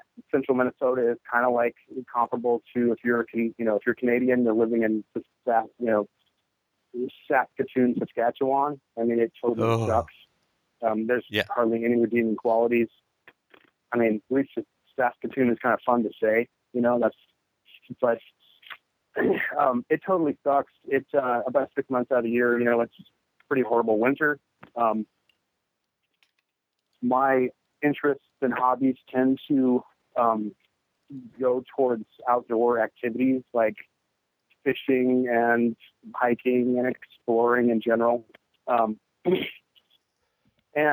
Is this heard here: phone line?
yes